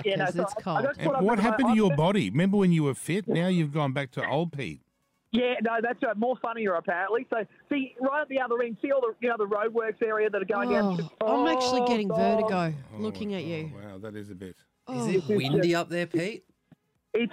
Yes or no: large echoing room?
no